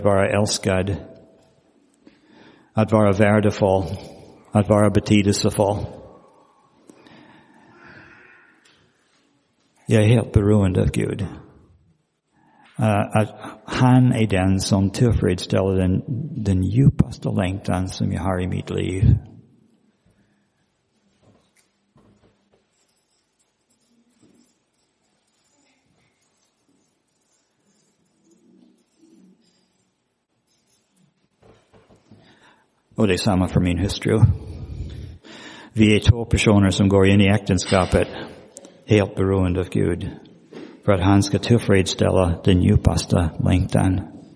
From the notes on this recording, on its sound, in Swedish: Inspelad i Roseniuskyrkan den 19 februari 2023.